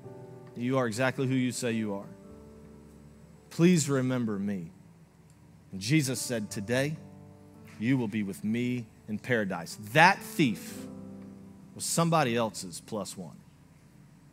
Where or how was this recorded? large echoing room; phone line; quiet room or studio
large echoing room